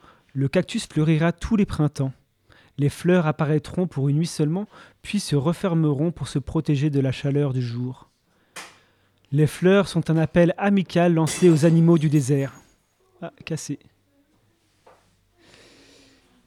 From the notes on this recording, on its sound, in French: en public au café La Clef